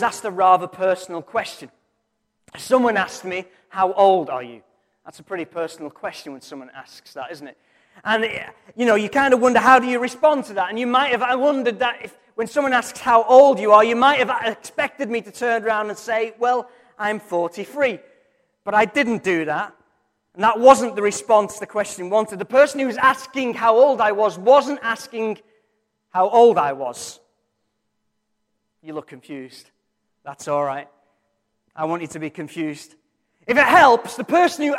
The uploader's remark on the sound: Recorded from our Sunday morning service